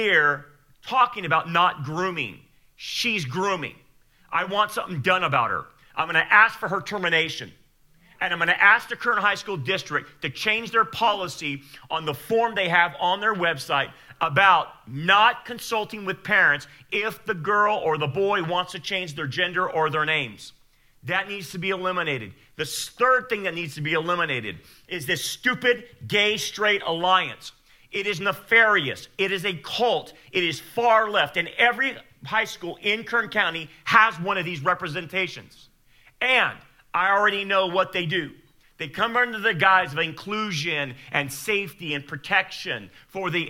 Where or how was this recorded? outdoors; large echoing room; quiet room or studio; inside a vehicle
large echoing room